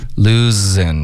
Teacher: 是一个 z 的音，你得摩擦